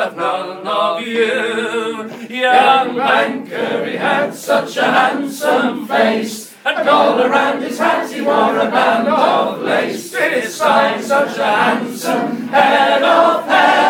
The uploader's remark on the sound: A bonus live track recorded last night at The Hive, Shrewsbury.